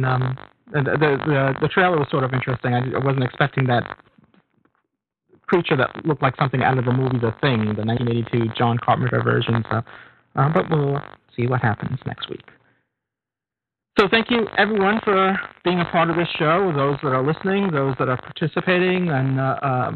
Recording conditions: phone line